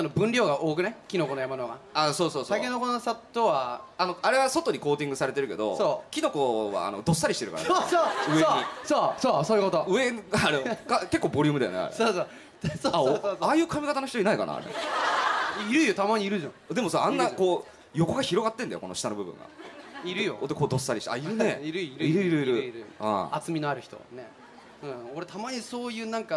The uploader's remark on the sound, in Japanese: 名古屋パルコから公開収録！